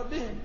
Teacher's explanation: أما مثلا بهم الأسباب، هو أصلا يقرأ بهم، يعني كلمة بهم يقرأ بهم بكسر الهاء